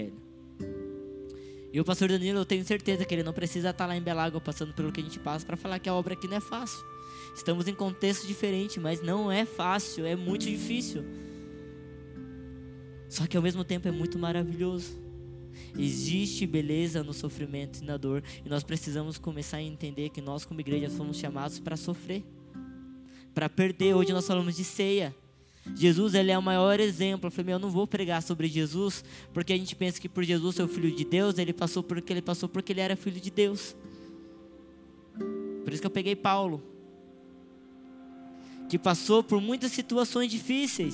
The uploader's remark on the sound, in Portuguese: Áudio do culto de Domingo do dia 11/12/2022.